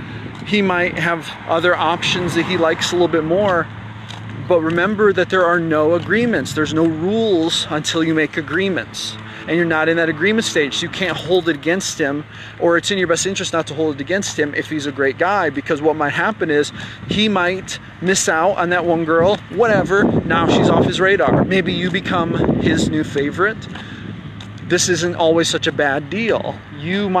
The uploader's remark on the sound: Note: I apologize for the wind noise!!!! This was a clip I recorded while on a walk—so it’s raw and unfiltered!